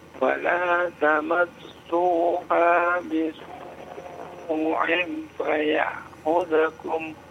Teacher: lima harokat ya, mad wajib ya, mad wajib